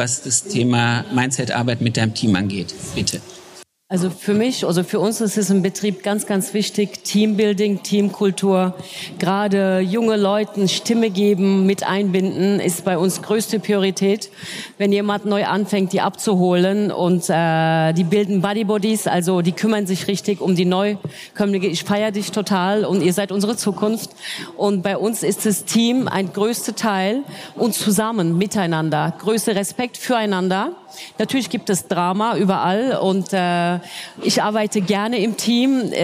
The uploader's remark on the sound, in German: LIVE aus Erfurt von der Styl Com.